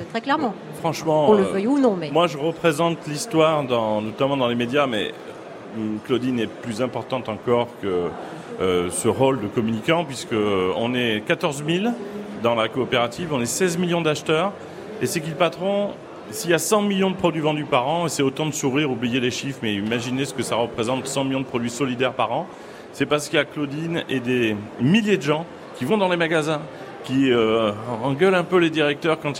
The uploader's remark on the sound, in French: Au salon de l'agriculture. Deuxième journée en direct du Salon de l'Agriculture pour Ma France.